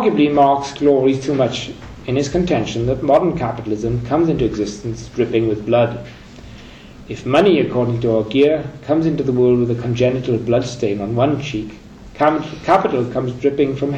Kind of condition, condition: setting, large echoing room